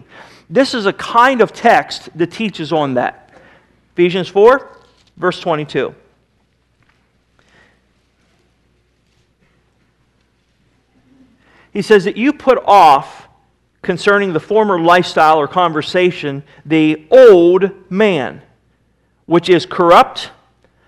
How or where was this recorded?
large echoing room